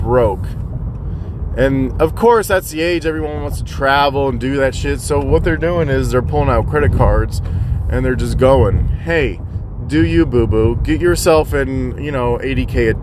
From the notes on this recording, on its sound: Rambling in the car while driving to gym.